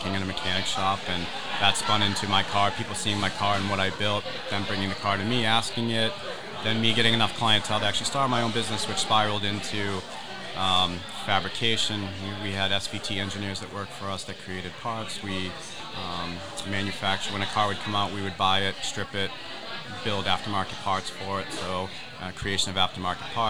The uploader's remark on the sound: Join us as we recorded live from this exclusive invite-only, VIP, private event!